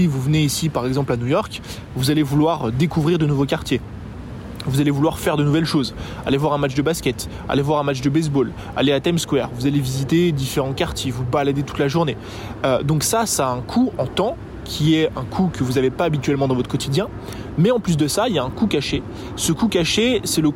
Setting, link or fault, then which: setting, outdoors